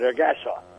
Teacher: So the accent's on the middle syllable instead of the last syllable. So, or rather than instead of the first syllable.